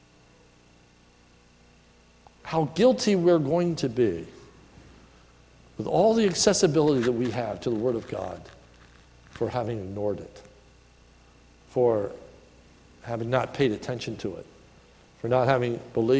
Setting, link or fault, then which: setting, large echoing room